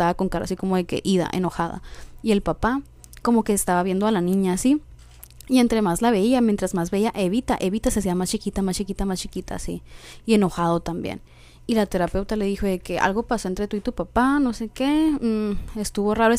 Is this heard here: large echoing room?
no